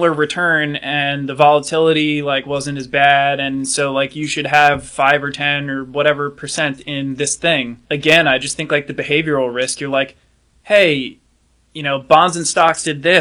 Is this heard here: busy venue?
no